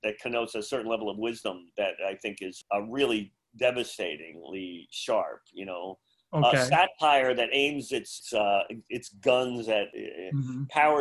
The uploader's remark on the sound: I got on a Zoom call the way from Aruba Ray's Comedy Club in Aruba